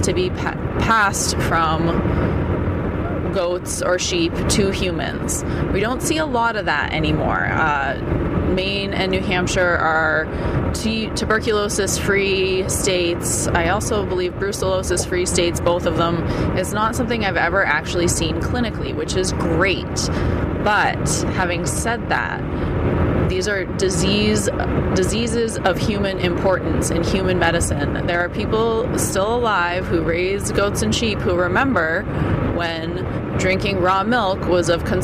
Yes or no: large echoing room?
no